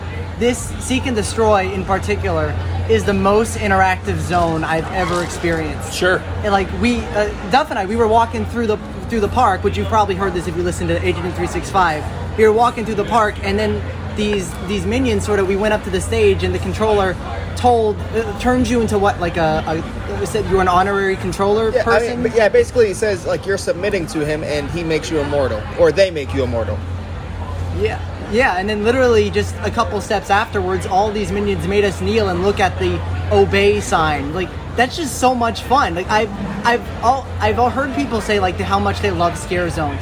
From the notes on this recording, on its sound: recording live at Universal!